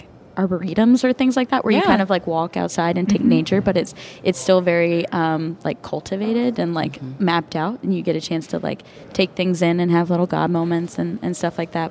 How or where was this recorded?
busy venue